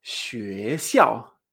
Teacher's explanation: La palabra de referencia del 2-4 será xue xiao. Fíjate, xue sube, xiao baja, cuarto tono